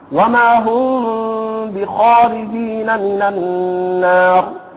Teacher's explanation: لما أخرج الخاء يليها حرف المد، هذا أوضح وأبين وأقوى ما يكون في ظهور المخرج